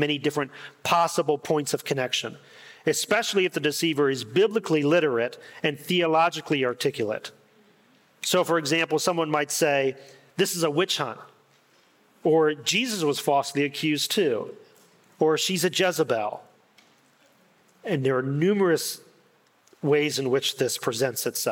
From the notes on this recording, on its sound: In this insightful and pastoral talk at the Restore Conference.